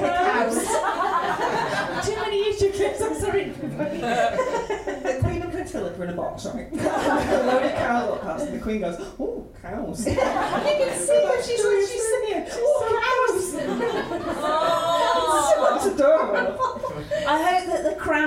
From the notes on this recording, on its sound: Recorded at Hen & Chickens, London, on September 19, 2017.